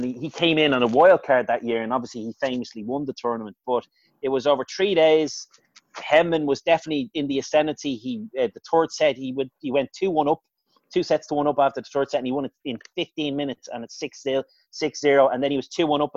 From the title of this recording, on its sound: Zoom Show